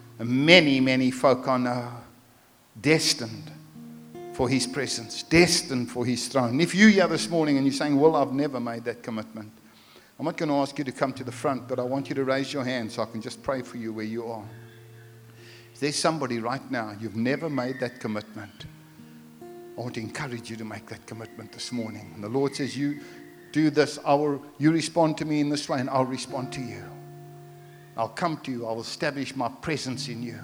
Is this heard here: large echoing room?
yes